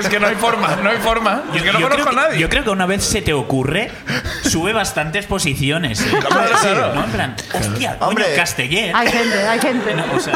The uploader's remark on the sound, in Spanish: El público sube a contarnos una ruptura, unos audios extraviados, un 2020 con altibajos y un mono de Zaragoza.